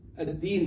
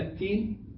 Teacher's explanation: اللحن الجلي إبداله حرف مكان حرف، وهو الدال تنقلب تاء